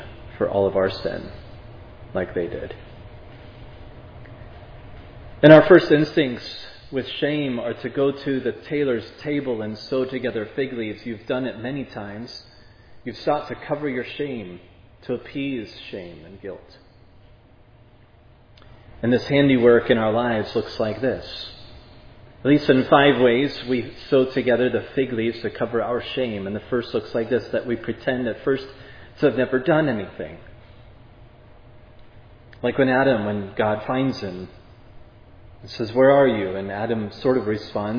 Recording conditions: large echoing room